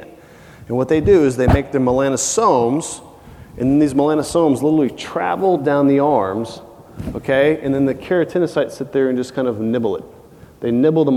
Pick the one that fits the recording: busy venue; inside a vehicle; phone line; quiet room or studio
busy venue